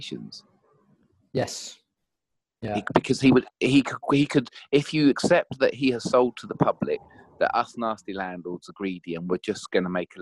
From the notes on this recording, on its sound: Apologies for the sound quality on this episode, we had a few connection issues which couldn't be fixed